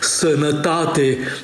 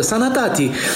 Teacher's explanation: dialectul bucureștean a închis toate aurile neaccentuate · Shown in: first take · zicând sănătate din latinescul sanitatem.